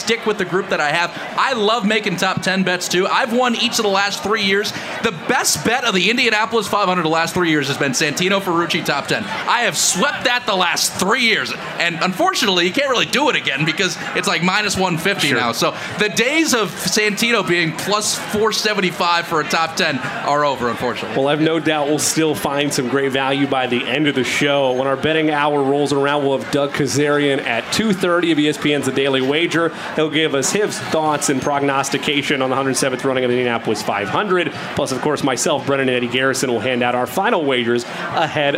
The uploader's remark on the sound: Live from the track. From Pagoda Plaza. How jam packed the Indianapolis Motor Speedway is right now for Carb Day.